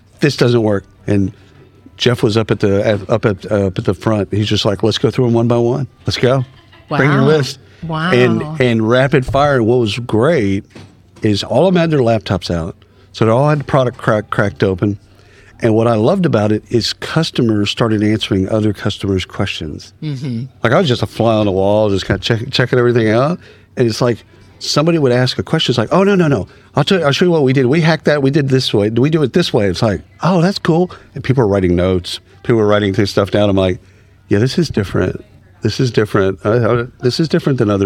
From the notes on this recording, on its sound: at the isolved Connect user conference in Palm Springs